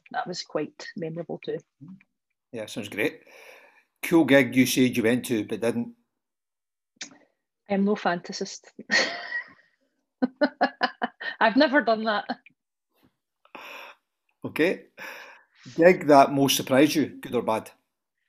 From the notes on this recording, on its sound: We had great fun doing them, and have therefore decided to go ahead and publish the Zoom videos in full.